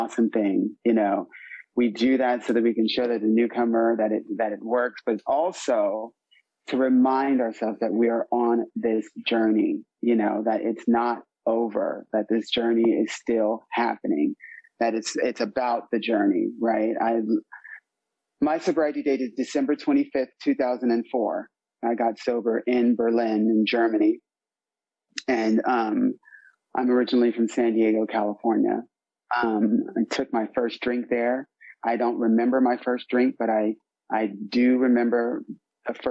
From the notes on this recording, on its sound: This is a meeting of the North Oakland AA Open speaker meeting held in Oakland California and its one from 2021, during the pandemic so its a zoom this time.